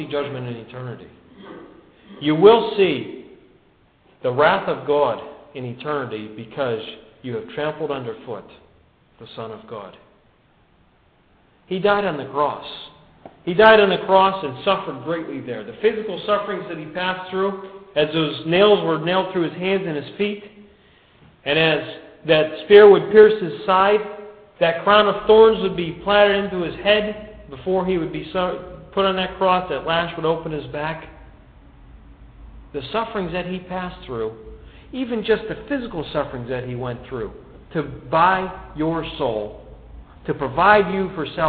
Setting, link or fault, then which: setting, large echoing room